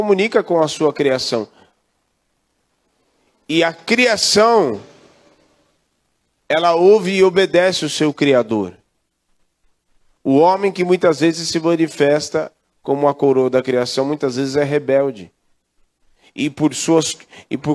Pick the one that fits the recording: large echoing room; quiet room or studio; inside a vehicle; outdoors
large echoing room